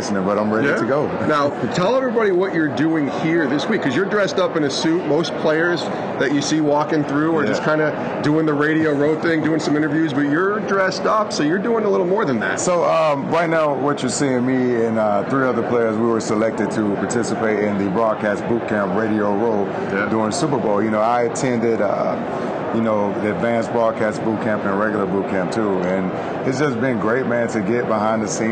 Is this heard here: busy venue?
yes